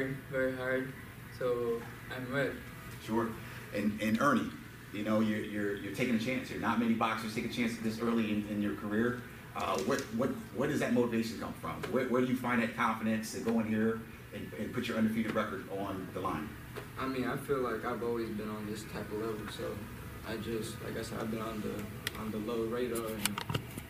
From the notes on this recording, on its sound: Press Conference for the August 4th SHOBOX: THE NEW GENERATION CARD at The Wind Creek Event Center